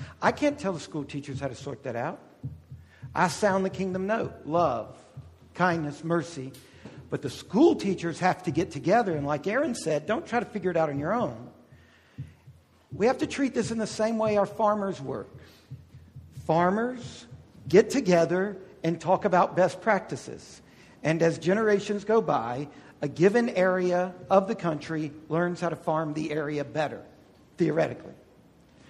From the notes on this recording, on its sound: This is an audio recording of the Q&amp;A that occurred after the two lectures. This is an audio recording of the Q&A that occurred after the two lectures.